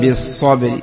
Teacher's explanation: صاد حرف مفخم وهو مفتوح